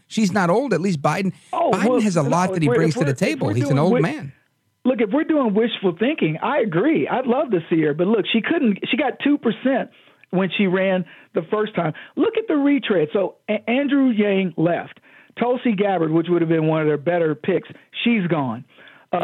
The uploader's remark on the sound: we take your calls in open phones across America